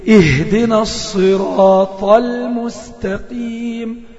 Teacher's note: خد بالك من الطاق، خلي الطاق بتاعتك مفخمة شوية، يعني اقول ايه، اهدنا الصراط المستقيم، ورقق التاء بتاع المستقيم على قد ما تقدر